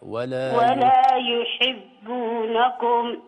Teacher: وضح الكسرة شوية. ولا يحب كسرة الحاء